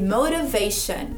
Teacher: tem o T de motivação em inglês, mas eu pronuncio com R